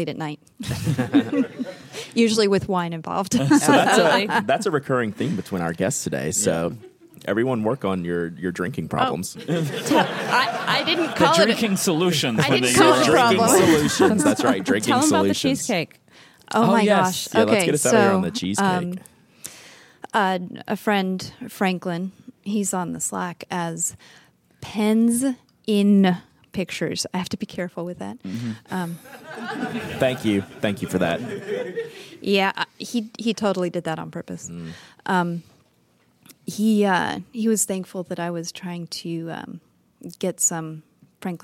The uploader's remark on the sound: Live from the Atlanta Pen Show 2019